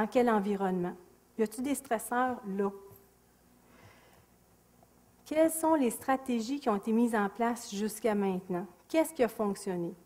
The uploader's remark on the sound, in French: Extrait de la conférence. Au cégep de Sainte-Foy.